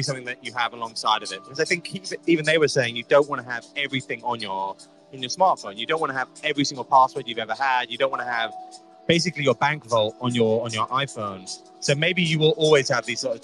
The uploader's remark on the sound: Today's episode was broadcast live from the Ledger OP3N event held in Paris, France.